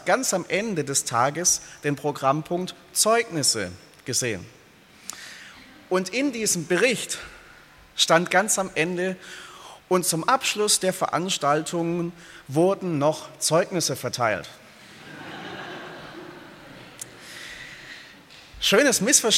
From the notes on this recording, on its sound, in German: aus dem Gottesdienst der Liebenzeller Mission